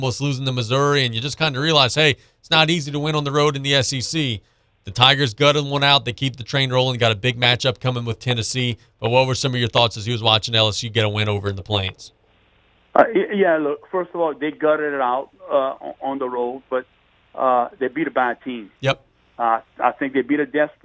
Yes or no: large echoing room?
no